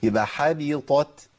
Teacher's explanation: ولازم الهمس في التاء وإلا هتختفي